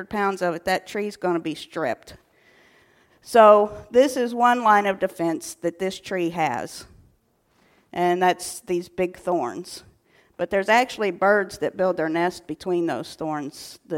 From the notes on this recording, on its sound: At Ringgold Seventh-day Adventist Church.